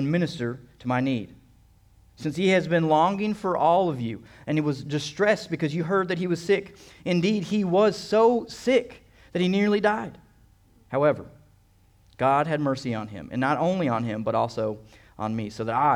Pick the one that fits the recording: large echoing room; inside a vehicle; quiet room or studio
large echoing room